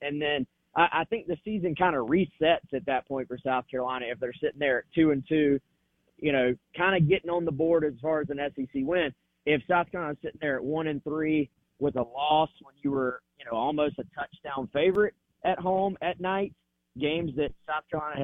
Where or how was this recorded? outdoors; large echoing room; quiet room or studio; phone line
phone line